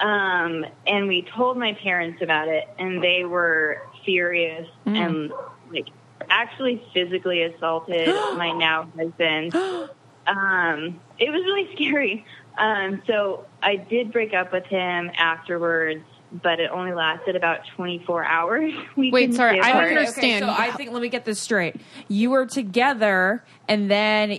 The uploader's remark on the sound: The ladies have people call in to discuss their most scandalous relationships that had to be hidden.